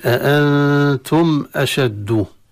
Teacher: الميم انتهت بها الكلمة تظهر عند الهمزة إظهارا لا غنة فيها